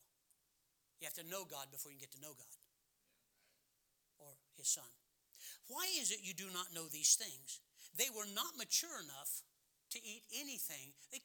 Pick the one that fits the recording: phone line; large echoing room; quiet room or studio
large echoing room